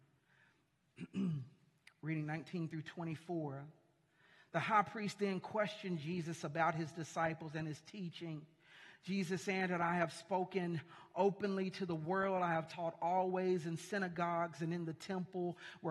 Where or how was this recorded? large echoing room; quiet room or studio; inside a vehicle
large echoing room